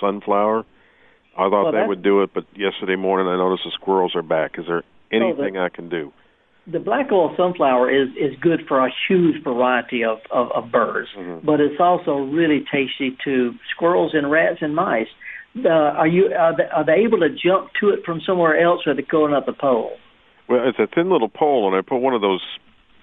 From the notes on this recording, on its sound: takes your live calls